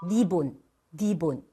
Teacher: 혀의 뾰족한 끝이 닿아야 하는 발음인데요. 혀의 앞부분이 넓게 입천장에 닿으면요. 리을이 니은처럼 소리가 나요. 예를 들어 리본인데 리본, 리본 이렇게 발음이 되죠.